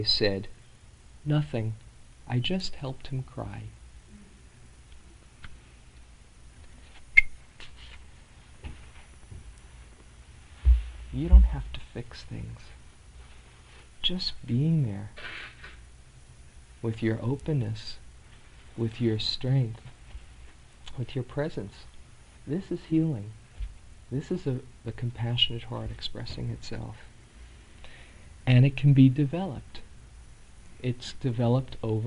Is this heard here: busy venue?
no